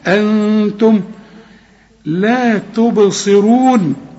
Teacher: أنتم النون اوعى تنساها، أنتم لا تبصرون، الصاد آخر درجات التفخيم